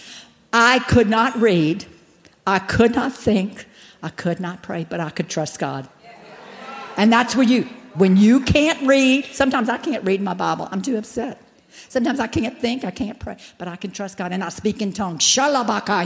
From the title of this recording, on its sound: General Session, Flourish 2023